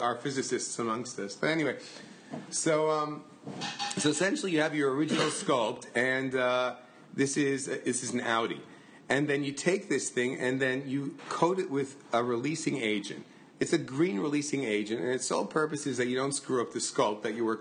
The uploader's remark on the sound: during an open Star Wars party